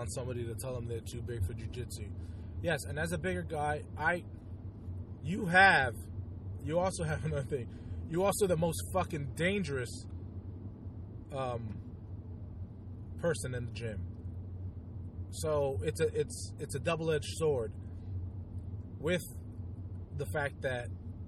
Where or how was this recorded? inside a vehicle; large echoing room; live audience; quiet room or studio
inside a vehicle